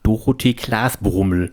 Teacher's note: Ich habe das auch immer optisch vor Augen, also Dorothee-Glasbrummel, dieser Name, Vorname und Nachname in einem, endet mit einer Schnute. Dunkle Vokale, O und U. Und in der Mitte ist es hell, E und A.